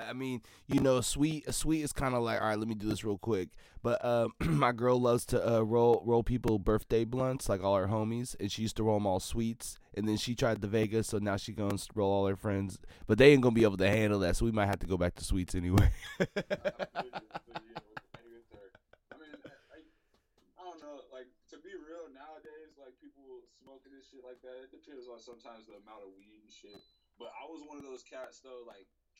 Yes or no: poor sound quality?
yes